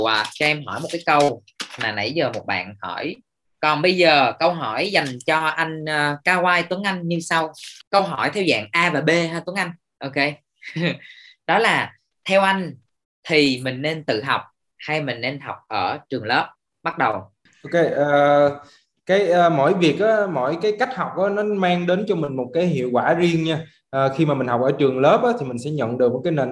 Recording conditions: video call